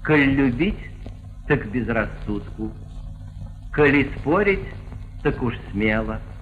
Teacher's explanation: Союзы, которые пишутся так, «коли» или «коль», «хоть», «да» в значении «и» или в значении «но», произносятся без ударения с редуцированным звуком «э»